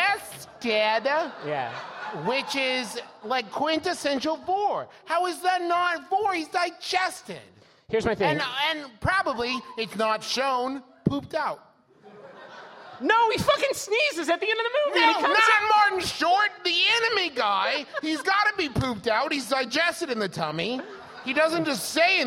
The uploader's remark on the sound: Big Gulp, Live!